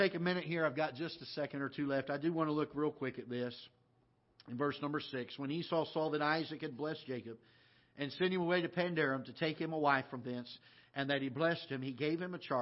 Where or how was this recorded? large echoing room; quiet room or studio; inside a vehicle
large echoing room